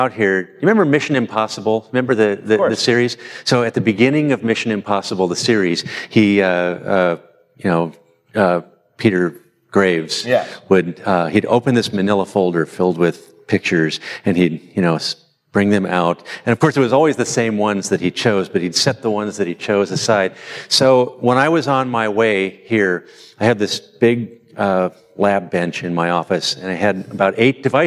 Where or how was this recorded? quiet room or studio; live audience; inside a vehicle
live audience